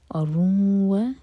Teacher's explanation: وقرنو، قاف پر قلقلہ. اورنو ادغام غنہ کے ساتھ تو ناک میں آواز دی جائیں گے اور دو سیکنڈس کا ٹائم دیں گے